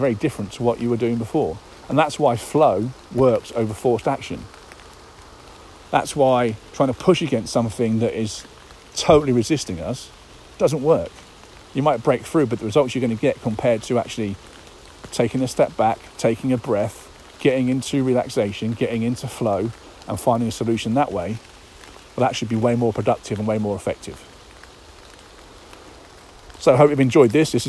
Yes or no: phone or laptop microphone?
yes